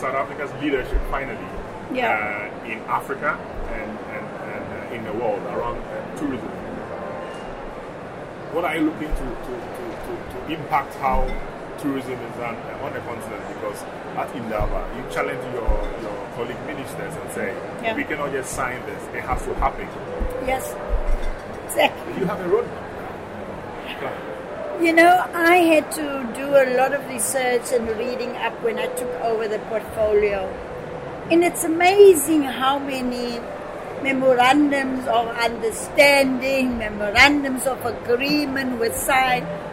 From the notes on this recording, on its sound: recorded at this year’s World Travel Market, London